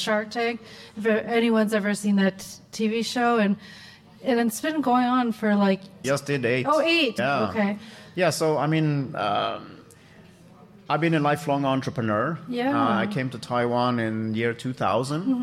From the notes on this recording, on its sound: Held the second in-person event during the Talking Taiwan Election Tour at the PicCollage office in Taipei. Many of our past guests, friends and supporters were in attendance at the event. A few people from the audience also came up and spoke with me at our impromptu on-stage podcasting booth.